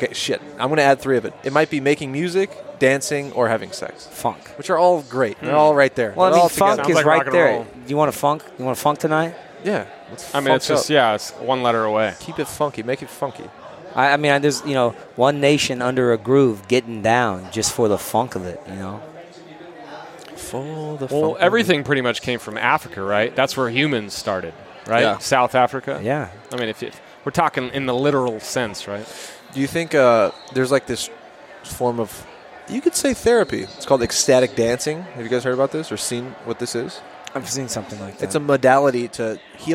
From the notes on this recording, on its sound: Live from Lucky Baldwin’s Pub